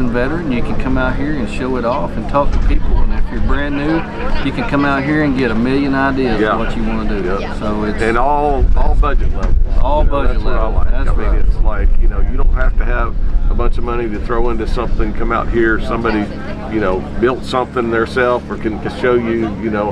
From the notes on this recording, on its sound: LIVE from the Side by Side at Rendezvous in the Ozarks 23